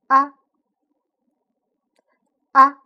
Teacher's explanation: 舌尖抵住下牙的牙根部，舌后部微微抬起，发音部位靠前 · IPA: /ɑ/